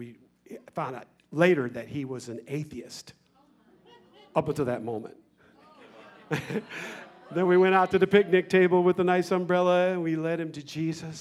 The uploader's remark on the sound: 2019 Presence Conference Session 3